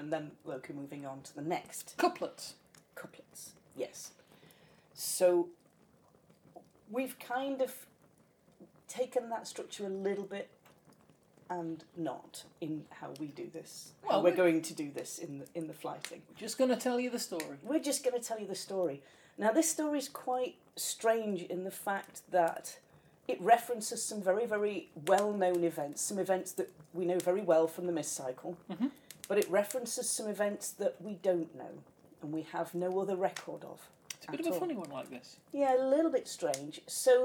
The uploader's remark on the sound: Background fire ambience.